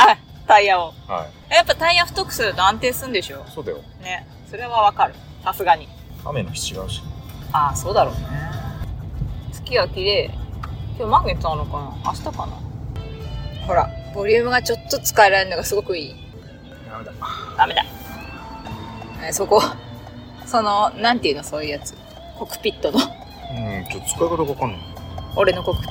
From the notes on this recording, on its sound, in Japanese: 納車からのドライブの記録。新車が納車されてウキウキしてる様子です。ドライブ音なので所々うるさいです。会話部分を主に抜き出してノイズも除去しましたが、カーステ音が入り込んでるので。機材・設定： iPhone13「ステレオマイク」アプリ／iPhone マイク-前面（Stereo）／ファイル形式 PCM44.1kHz 32bit Float。